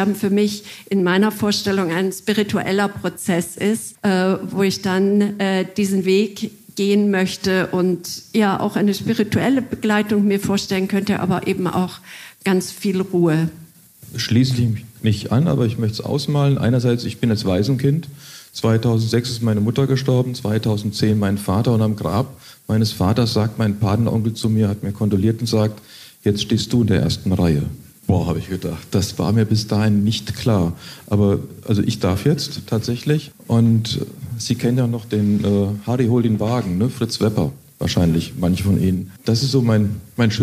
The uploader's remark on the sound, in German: Der Titel einer Podiumsdiskussion des "Mannheimer Morgen" in der Mannheimer Abendakademie. Mit Expertinnen und Experten vor Publikum führte. Bei dem Gespräch wurde auch gelacht.